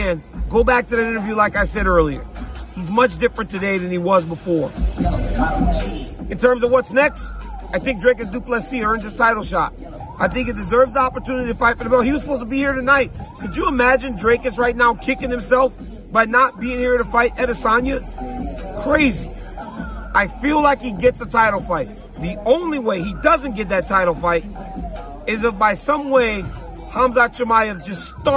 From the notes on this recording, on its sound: LIVE from the octagon in Sydney, Australia